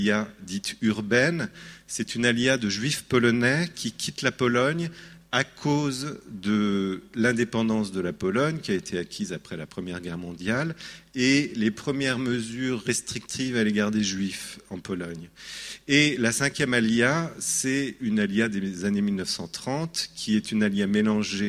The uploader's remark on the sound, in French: Cette conférence a été donnée au Banquet de Printemps de Lagrasse en mai 2017.